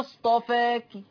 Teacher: أجاز العلماء الوقف بالروم وهو الإتيان بجزء من الحركة